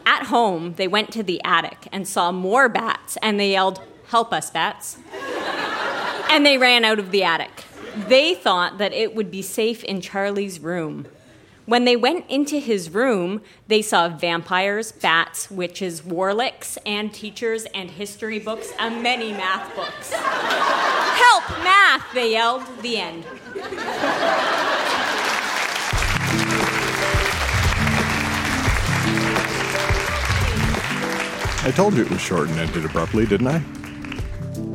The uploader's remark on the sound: Recorded live at The Gladstone Theatre in Ottawa.